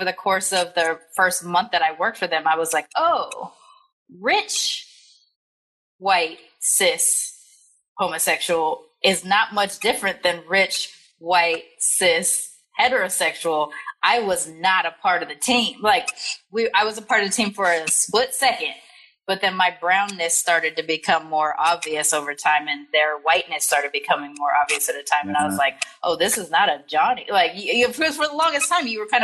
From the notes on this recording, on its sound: I am sharing the audio from my new IG Live Series